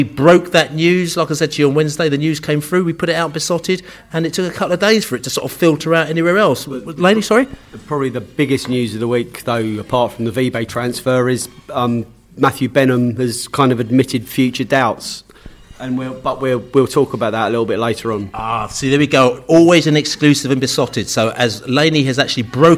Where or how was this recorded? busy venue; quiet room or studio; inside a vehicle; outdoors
busy venue